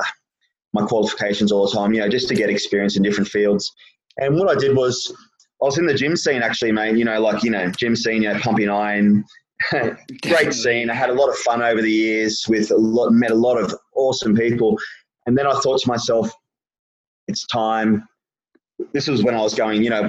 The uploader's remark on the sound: over a zoom call